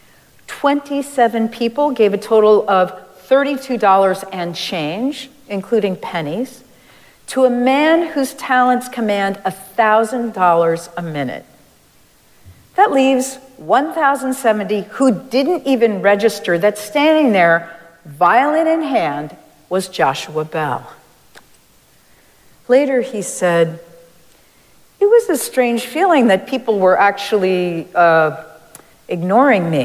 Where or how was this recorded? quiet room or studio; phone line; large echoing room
large echoing room